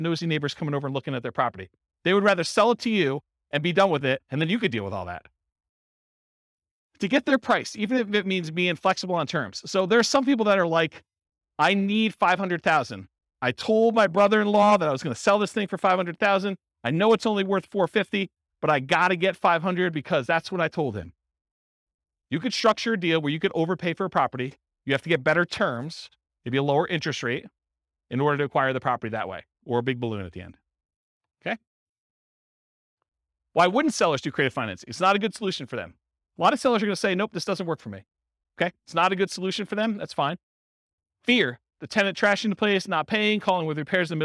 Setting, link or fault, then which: setting, live audience